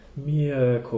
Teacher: The R is often not pronounced in spoken language. · So it's often pronounced without an R. Mirko. It's like a schwa laut, so it's Mirko.